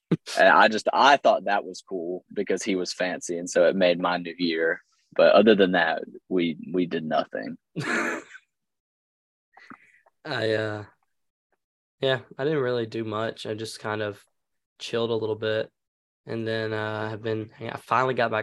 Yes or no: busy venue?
no